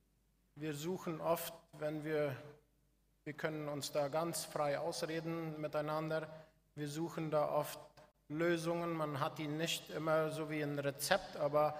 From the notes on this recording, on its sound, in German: Sylvestergottesdienst in Neuland. Ein Gottesdienst der Gemeinsamen Gemeindearbeit Neuland, durchgeführt und aufgenommen in der Kirche der Mennoniten Gemeinde Neuland.